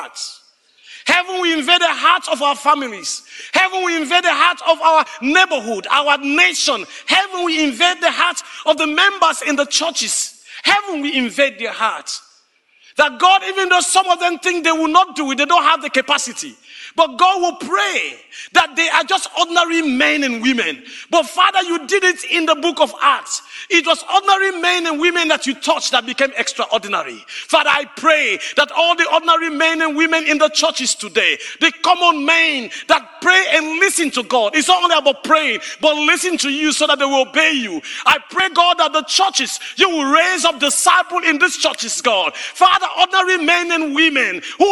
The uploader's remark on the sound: Speaking to a live audience. The video this clip was taken from originally aired inside Classroom 3 of the Discipleship.org Collective.